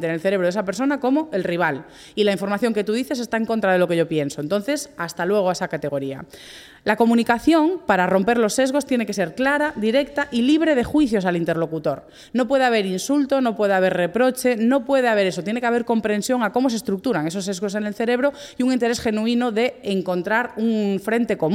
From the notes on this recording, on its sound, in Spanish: Dataforumjusticia 2023 que se celebró en la Laboral de Gijón. Este episodio se ha grabado en directo en el espacio Ágora.